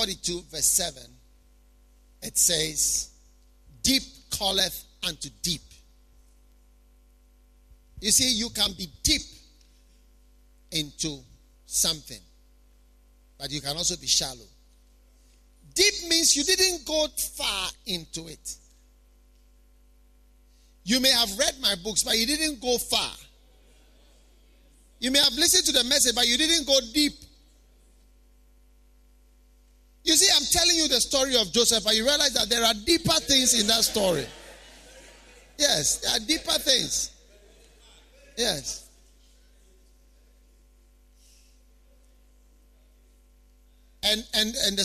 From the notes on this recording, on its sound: Preached at the Healing Jesus Campaign Pastors' Conference in Gushegu.